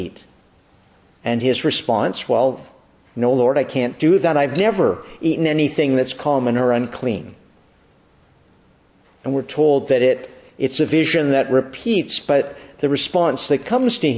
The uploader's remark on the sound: Evening Service. Preached in the Annunciation of the Blessed Virgin Mary, Ottawa, at Evening Prayer.